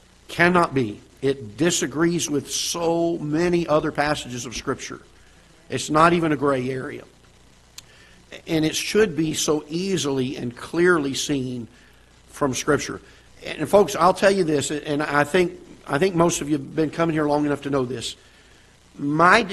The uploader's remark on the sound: Ketha Heights Baptist Church ~ Live Broadcast.